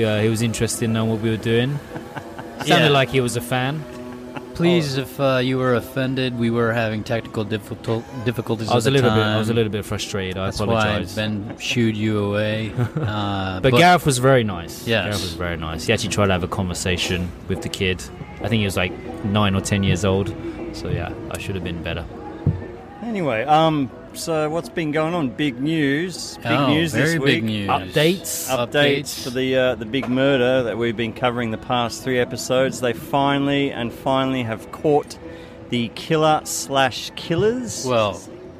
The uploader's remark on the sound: recording at the Beer Garden in Odori Park, which is in the middle of Sapporo City, along with a couple of friends who came to show their support